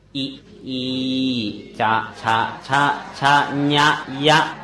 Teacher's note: ฐานที่สองคือเพดานตาลุฐานเพดานปาก